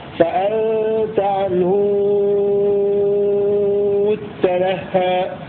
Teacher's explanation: قوله قبله الهاء أو الصلة أي صلة الهاء في عنه على مذهب شيخ ابن كثير، وتمد ست حركات لأجل تشديد التاء في لفظ تلحى